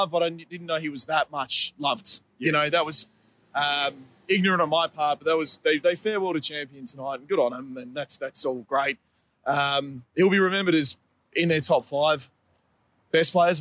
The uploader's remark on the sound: Post game walk and talk